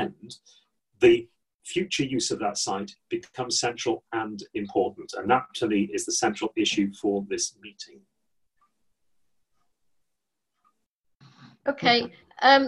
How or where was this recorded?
video call